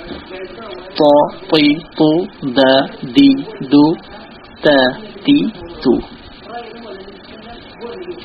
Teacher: জিভার ছয় নম্বর মাখরাজ হচ্ছে জিভার ডগা এবং উপরে সামনে দাঁতের গোড়া, উপরে সামনে দাঁতের গোড়ার সাথে মিলিয়ে ত দাল তা অপ